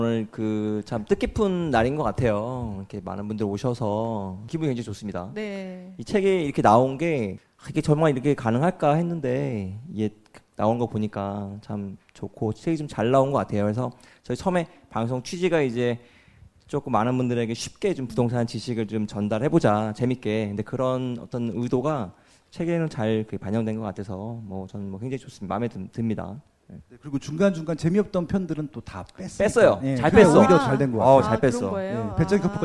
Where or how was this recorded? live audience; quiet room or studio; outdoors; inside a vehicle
live audience